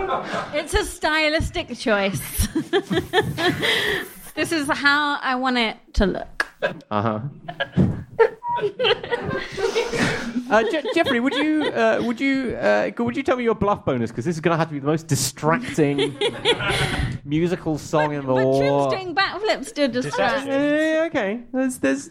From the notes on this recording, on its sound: Audience suggestions for this episode